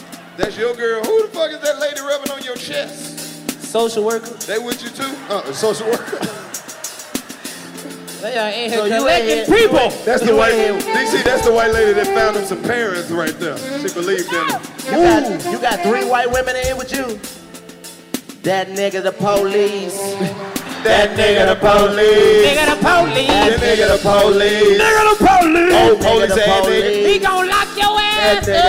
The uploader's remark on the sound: Recorded live at the Taft Theater. They said Cincinnati would be nasty!